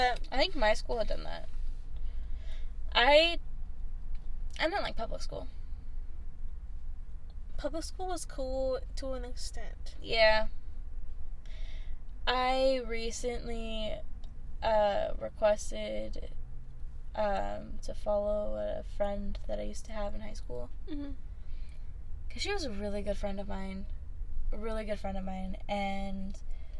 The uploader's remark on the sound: WARNING for all headphone listeners this rip is loud as hell